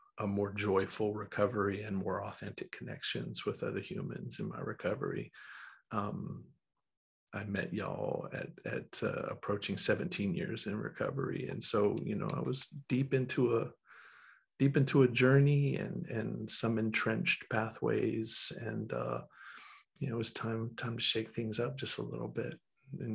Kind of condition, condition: link, video call